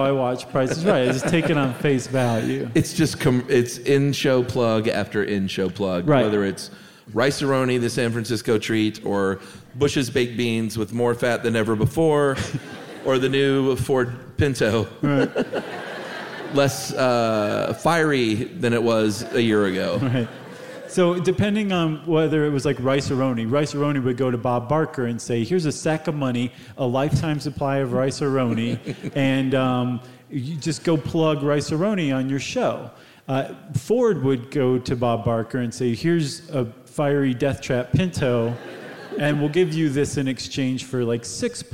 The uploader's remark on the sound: at the Gothic Theatre in Denver for this live show